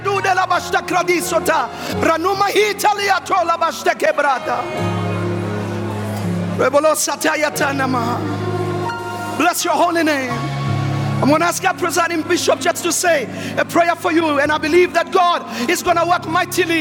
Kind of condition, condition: setting, large echoing room